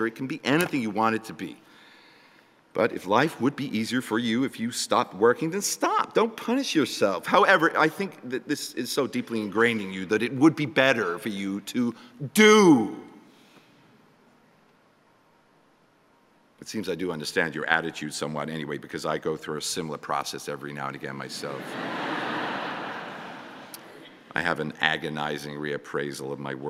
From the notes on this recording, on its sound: as part of the Letters Live event in London